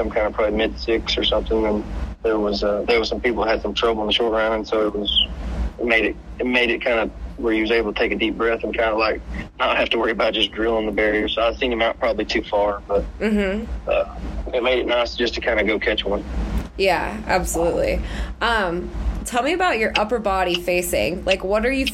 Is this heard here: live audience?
no